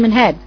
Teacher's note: بقول من بجيب مخرج النون وارجع اجيب مخرج الهاء